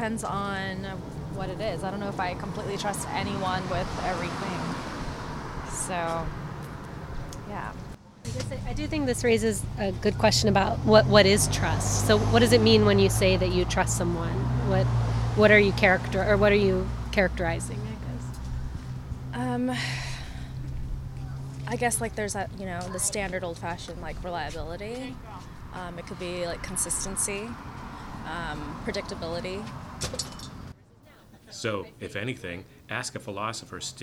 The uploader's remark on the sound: at the Ask A Philosopher pop-up kiosk at the Sit Stay Cafe in Huntington Beach